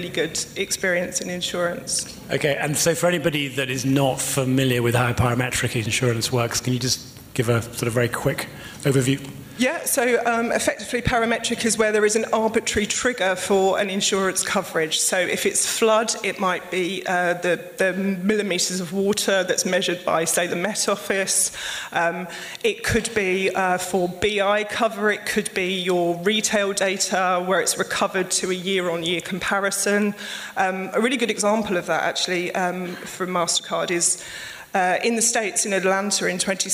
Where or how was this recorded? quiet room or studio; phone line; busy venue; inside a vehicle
busy venue